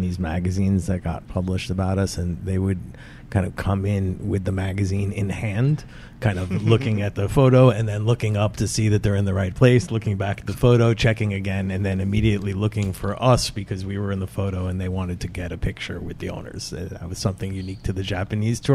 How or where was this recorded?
busy venue